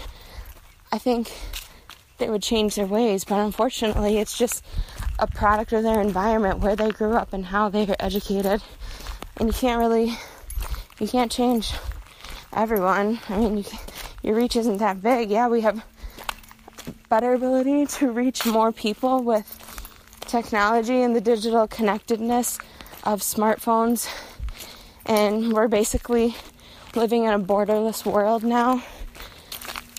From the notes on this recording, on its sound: I decided to share a recording from a walk I took through the woods a couple months back